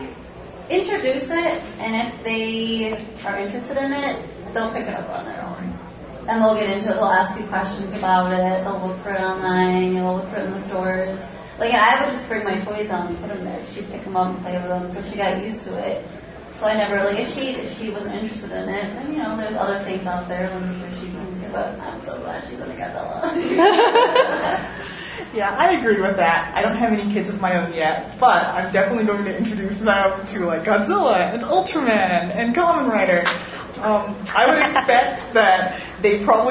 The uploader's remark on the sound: Live from Gfest 2018